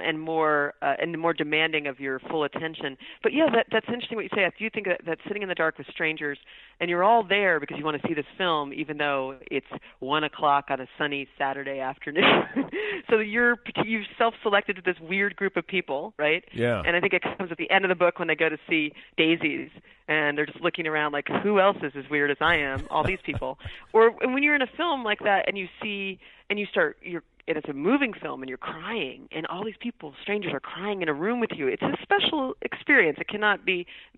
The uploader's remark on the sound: I spoke with her by phone. She was at home in Syracuse, New York.